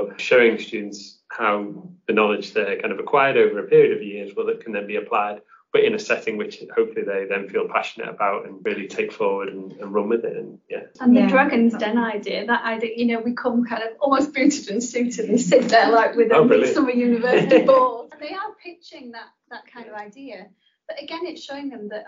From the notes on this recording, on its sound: We're aware the audio isn't ideal